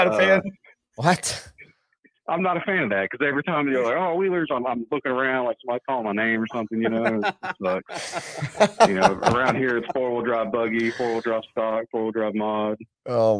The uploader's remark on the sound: great call in's from guests and rc celebs